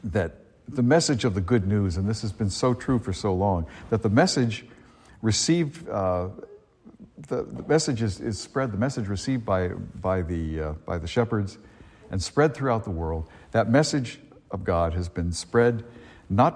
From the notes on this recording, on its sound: A homily delivered at Star of the Sea church in Salisbury, Massachusetts, on Christmas Day, 2023.